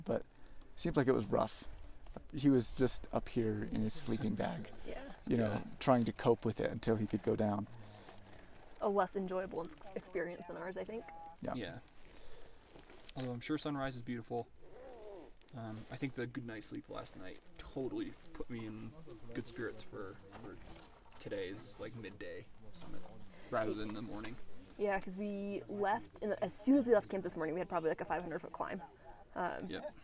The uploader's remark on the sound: This podcast was recorded at the summit of Mount Whitney!